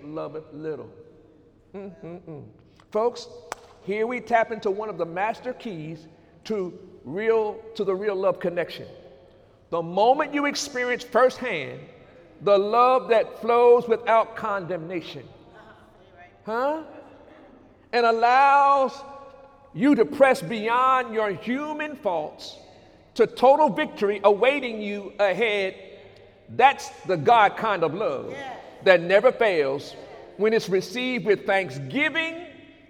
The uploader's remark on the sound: During Sunday morning service on December 2, 2018